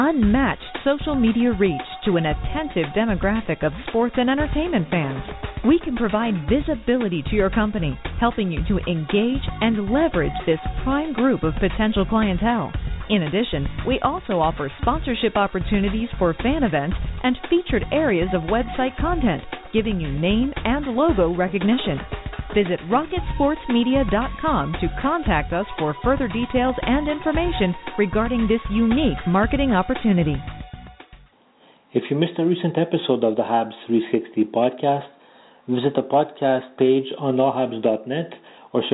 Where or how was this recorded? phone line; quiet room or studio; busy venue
phone line